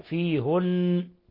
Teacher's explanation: انفرد يعقوب بضم الهاء فيهن، ولا يخفى الغنة في النون لكل القراء.